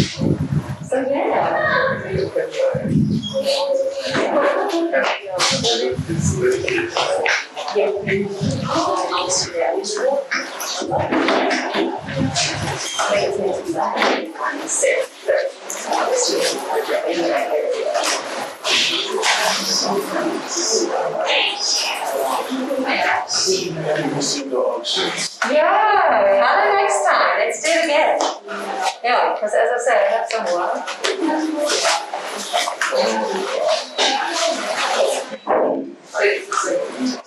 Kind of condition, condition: setting, busy venue